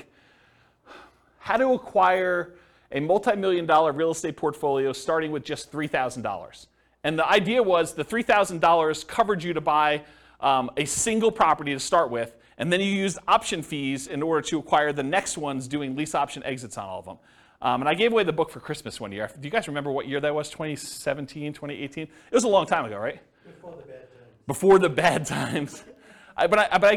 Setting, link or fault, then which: setting, live audience